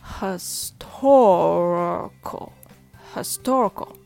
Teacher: Historical. So when the stress falls on the second syllable, tor, all the other syllables become weak